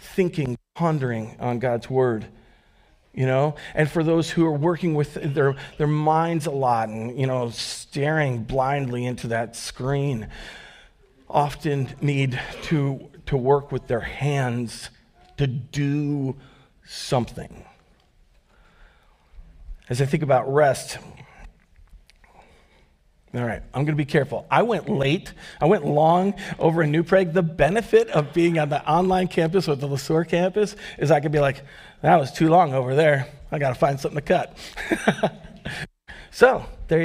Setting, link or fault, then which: setting, large echoing room